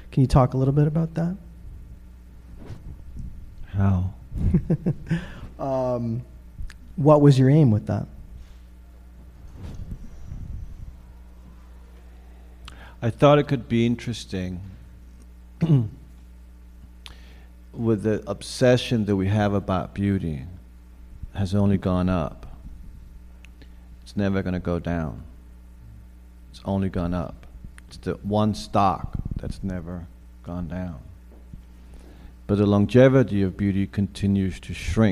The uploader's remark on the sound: Took place live recently at the Film Society of Lincoln Center. The audio comes from our friends over at The Close-Up.